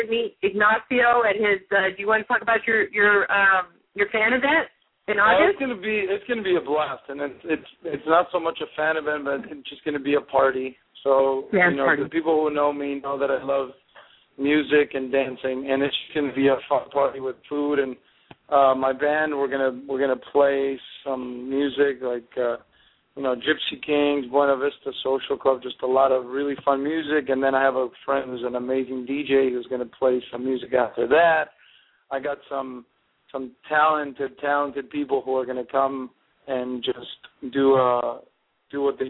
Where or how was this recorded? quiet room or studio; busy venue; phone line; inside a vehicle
phone line